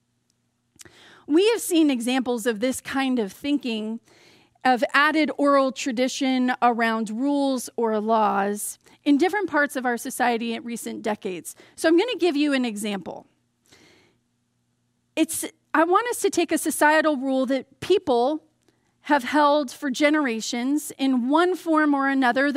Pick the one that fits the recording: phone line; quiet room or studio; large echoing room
large echoing room